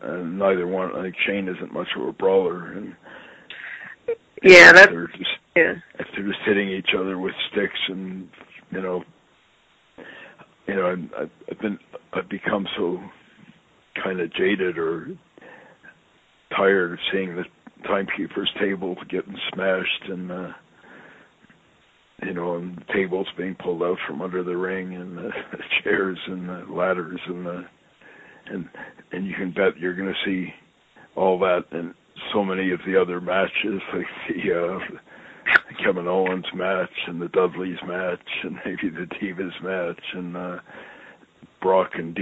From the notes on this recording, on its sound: I sit down on the phone with my friend